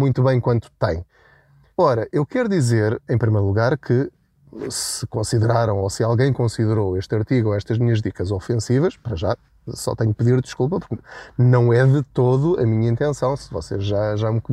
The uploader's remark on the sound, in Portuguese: Não ligue aos barulhos da viagem.